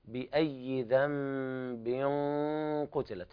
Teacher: هذا الإخفاء الحقيقي، التنوين جاء بعده قاف، يعني لم تعطيه حقه.